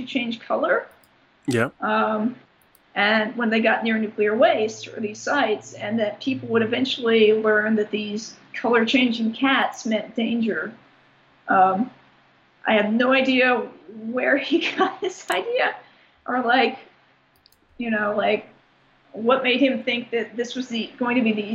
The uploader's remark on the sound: fires up Skype and calls sunny New York